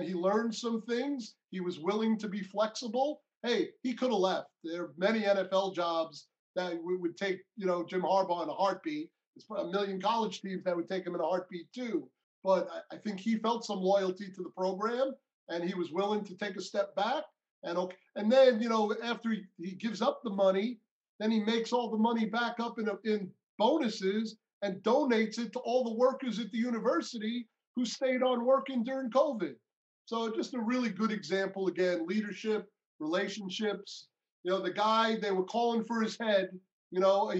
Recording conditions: video call